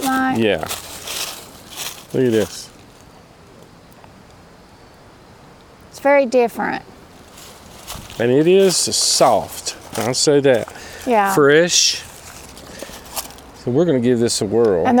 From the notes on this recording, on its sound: Fireside Chat from Adventure Bound campground in the Smokies!